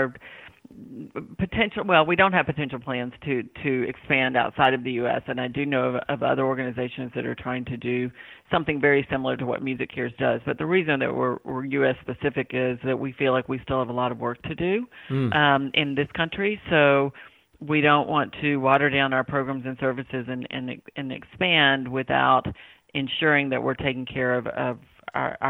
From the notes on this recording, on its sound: Checks in from Nashville. Calls in from Washington, DC.